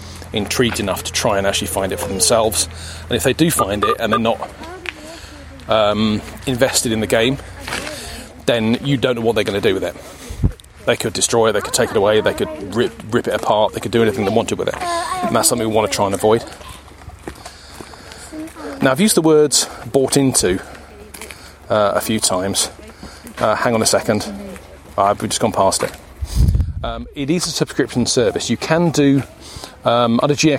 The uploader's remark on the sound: This is a fairly long episode which hasn't been edited down much, so there are a lot of ambient pauses and heavy breathing to be enjoyed. Recorded in the field on my Olympus DM-3 voice recorder.